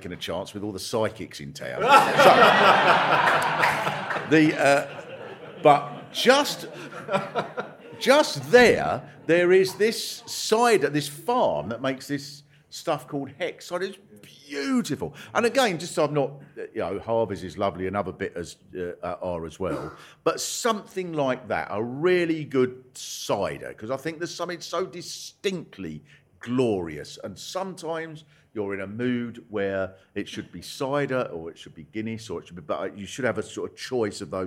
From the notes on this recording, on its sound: To record a special LIVE episode as part of the Orwell Festival. Live from The Marquis Cornwallis in Central London (just round the corner from a blue plaque celebrating Orwell).